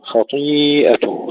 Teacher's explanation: تفخيم الطاء جيدا لأنها مكسورة وقد ترقق، خطيئته تفخيم الطاء المكسورة.